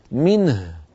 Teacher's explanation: بضم الشفتين بعيد تسكين الهاء · Term: الإشمام